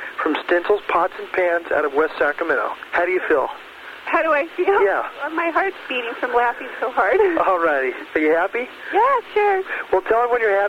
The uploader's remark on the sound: RBCP's Personal Prank Phone Calls Collection